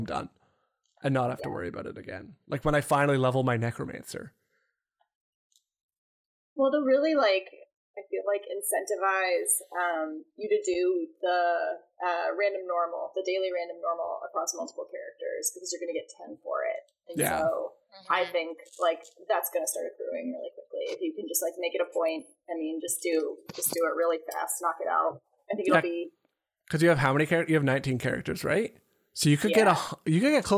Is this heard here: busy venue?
no